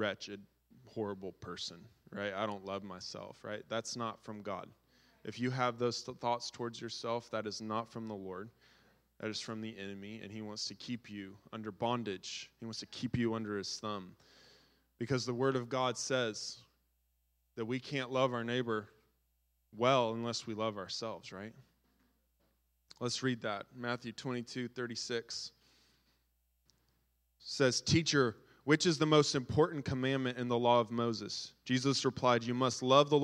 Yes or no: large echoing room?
yes